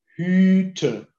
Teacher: dass wir in Hüte einen losen Anschluss vom Vokal an den folgenden Konsonanten haben. Wir sprechen Hüte, wir sprechen langsam.